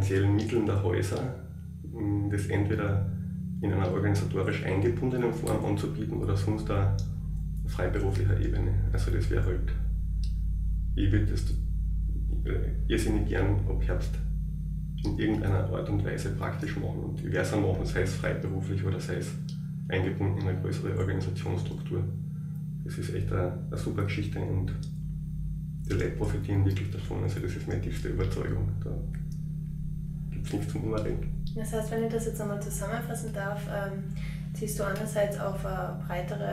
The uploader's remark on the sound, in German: Ungeplant und quasi frisch vom Siechenbett. Aufgrund meiner schweren Verkühlung und den damit verbundenen Aufnahmebedingungen, reduzierter Audioqualität. Man beachte die wummernde Waschmaschine im Hintergrund im letzten Drittel des Podcasts. Angesichts der widrigen Umstände ging’s wirklich nicht besser.